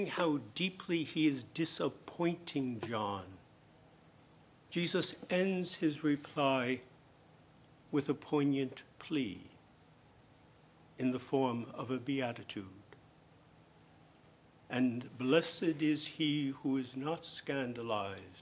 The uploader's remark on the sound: Homily at Mass celebrated for the participants of the 2019 Marten Lecture.